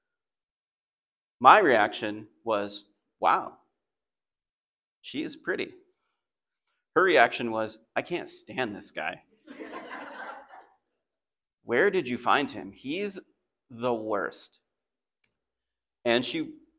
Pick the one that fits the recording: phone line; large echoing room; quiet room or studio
large echoing room